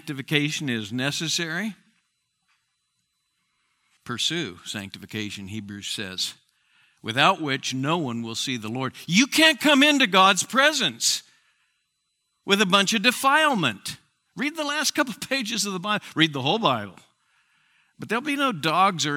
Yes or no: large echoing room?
yes